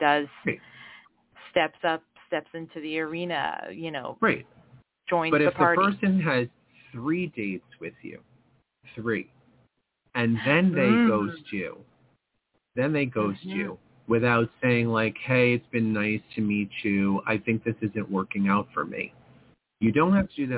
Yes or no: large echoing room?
no